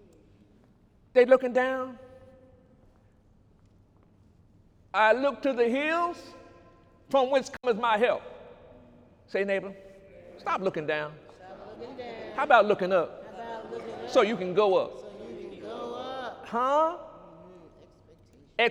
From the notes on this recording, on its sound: During Sunday morning service on November 4, 2018